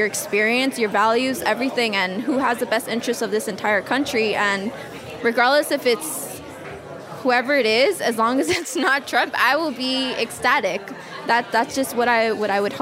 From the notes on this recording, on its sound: These two #traveisas bring a mic to an election night party in #DTLA and speak to #Latinas a they watch the election. We also join the #DrugPolicyAlliance at their #Prop64 victory party.